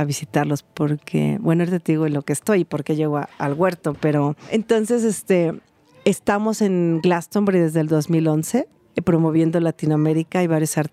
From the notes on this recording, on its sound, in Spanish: Notas regenerativas desde el Festival FAMA.